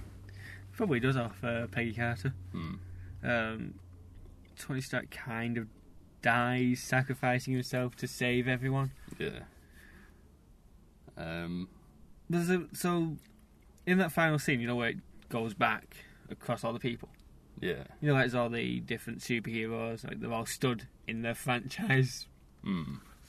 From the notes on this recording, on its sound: recorded in the Cinema car park